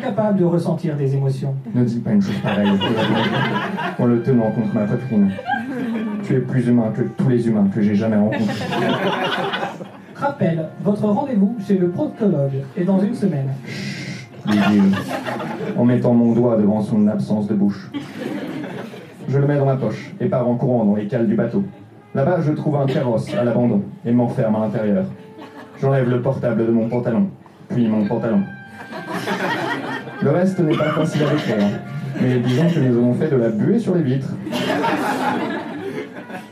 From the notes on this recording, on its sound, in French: Enregistré en direct et en public au Dimanche Marrant.